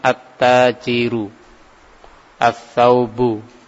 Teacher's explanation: Alnya tidak dibaca secara jelas, tapi diidghamkan kepada huruf yang setelahnya, dimasukkan kepada huruf yang setelahnya.